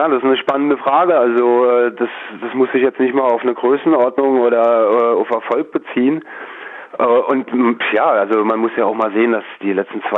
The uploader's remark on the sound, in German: Goldene Krone (Kneipe). Die GIGparade ist das Live-Konzert Magazin von Radio Darmstadt für die regionale Musik- und Kultur-Szene Darmstadts. Werden die Musiker und Künstler per Telefon direkt in die Sendung zum (Live-)Interview hinzu geschaltet.